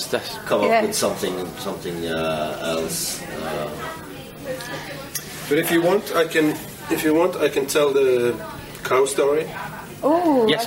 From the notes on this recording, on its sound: We are in one of the social areas on board a moored Hurtigruten ferry several hours before it departs on its journey up north to Kirkenes; as the interview progresses more people come onboard and there is background noise from them, and a bar in the background.